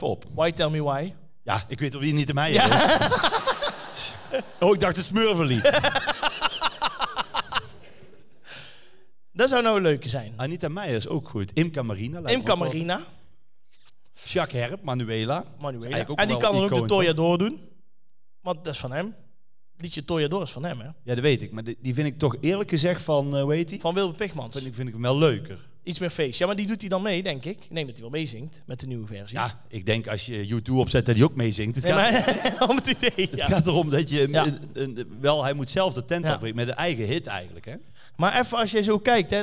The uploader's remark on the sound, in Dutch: De 100ste aflevering vanuit Theater de Schalm. Samen met 500 enthousiaste luisteraars hebben we de 100ste aflevering opgenomen.